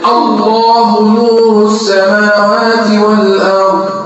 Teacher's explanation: الله اللام فيها تفخم إذا بدأت بها، إذا بدأت بلفظ الجلالة · Term: المفخمه